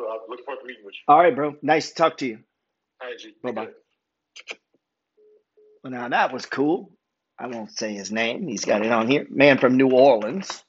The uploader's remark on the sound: Calling Followers on the Phone